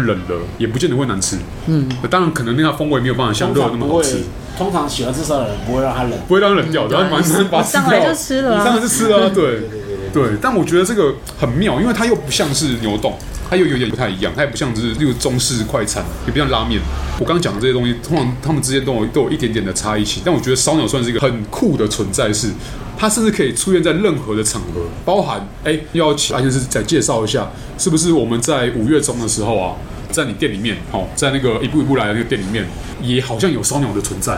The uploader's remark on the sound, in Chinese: 本集白噪音指數：微風級 2/5。錄音地點： 一步一步來 - Kopi Ibrik。